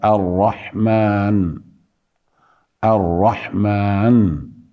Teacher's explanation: بينت النون، لم أقطشها، لم ألغها